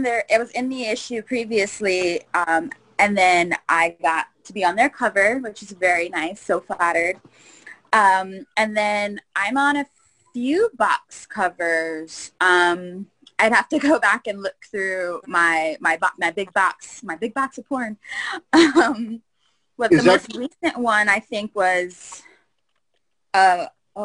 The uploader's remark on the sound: appeared on our Zoom Show on 10/11/2020